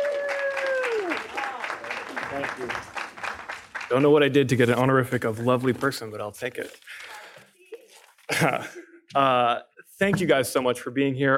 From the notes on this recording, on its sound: Coming to you directly from the stage of the International Spy Museum. We hosted a live panel discussion in collaboration with our friends at Goat Rodeo.